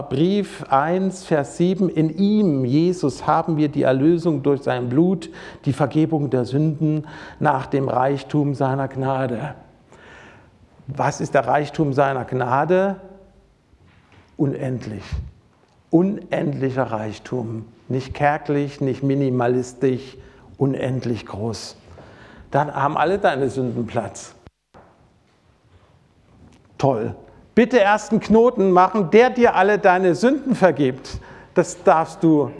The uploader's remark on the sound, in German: Predigt aus dem Gottesdienst